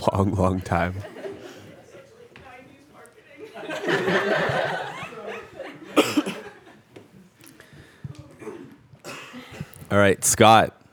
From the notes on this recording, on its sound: LIVE AUDIENCE. I hosted a live podcast/party.